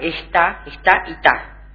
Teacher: la E en sílaba inicial átona, en la que se produce reducción y oscurecimiento